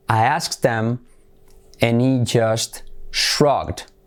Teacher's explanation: Fijaos cómo salto la H.